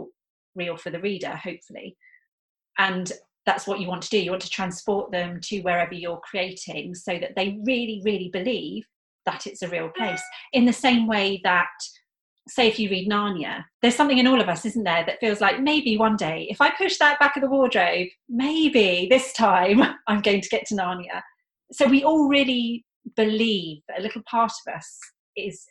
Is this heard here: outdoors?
no